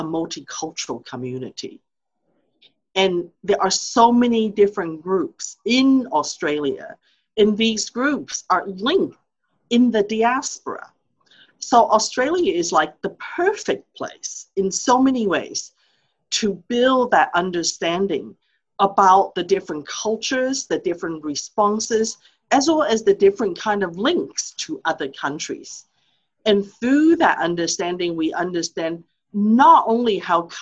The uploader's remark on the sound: In this La Trobe Asia webinar a panel of experts will discuss these questions. Recorded live via zoom.